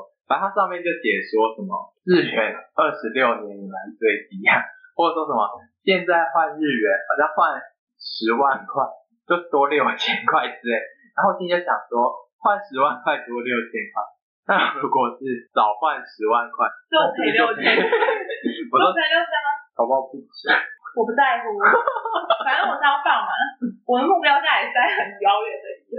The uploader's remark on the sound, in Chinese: 我豬腦導致收音不太好。已經努力修復了。